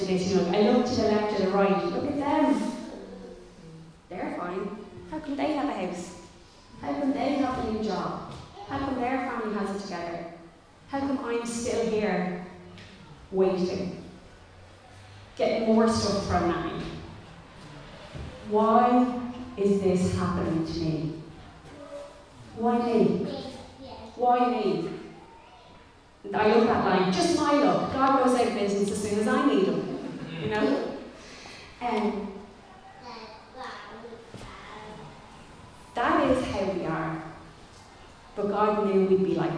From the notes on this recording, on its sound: Recorded live in Liberty Church on 27 June 2021